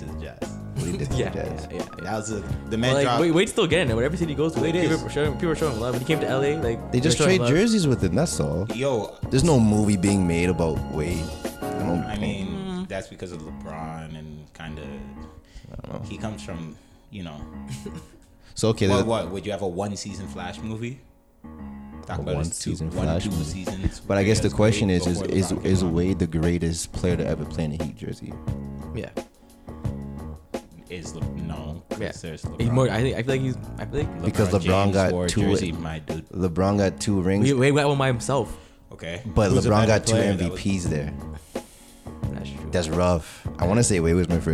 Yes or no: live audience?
no